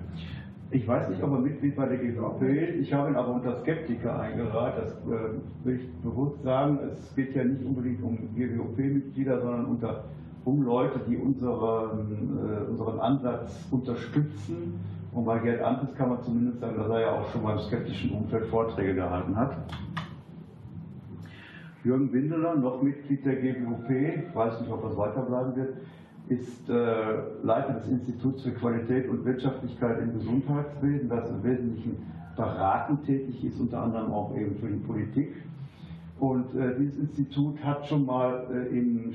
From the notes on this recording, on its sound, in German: in seinem Vortrag im Unperfekthaus in Essen